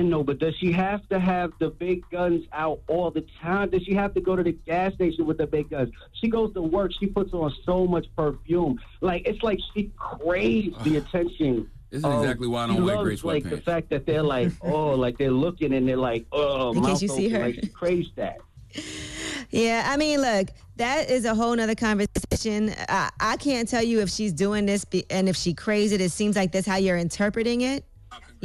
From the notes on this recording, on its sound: we opened up the phone lines